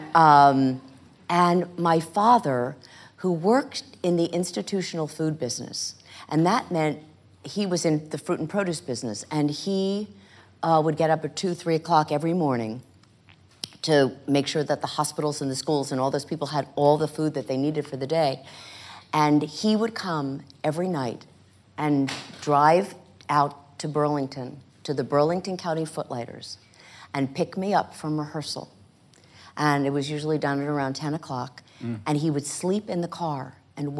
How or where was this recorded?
live audience